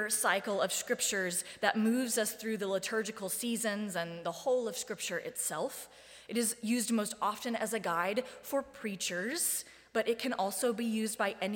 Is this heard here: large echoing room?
yes